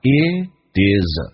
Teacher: It isa，它有连音，叫 Itis，有连音 Itis，用降调来读